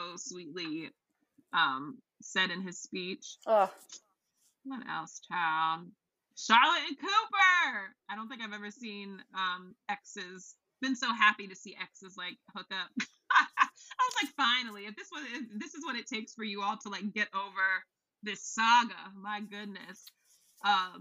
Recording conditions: poor sound quality